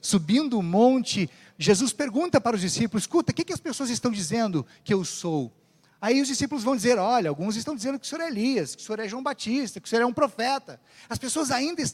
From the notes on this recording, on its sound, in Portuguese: Mensagem proferida no culto ao vivo do dia 15 de janeiro de 2023, da Congregação Evangélica Luterana da Esperança, de Brasília (DF).